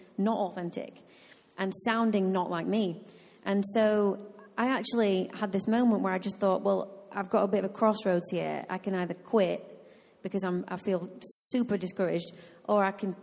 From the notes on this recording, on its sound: Recorded live at Life Church Lancashire